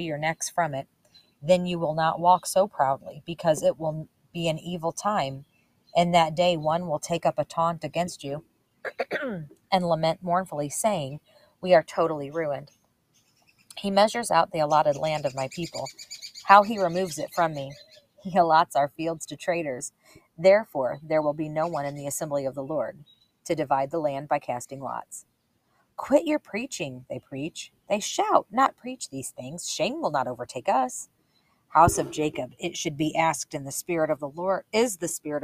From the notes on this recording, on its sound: That's why you'll often hear my family moving around in the background of the audio and more. Today I sat outside to record!